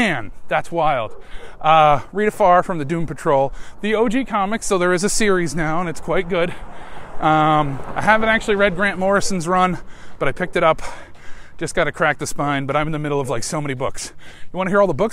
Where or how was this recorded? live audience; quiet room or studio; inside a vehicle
inside a vehicle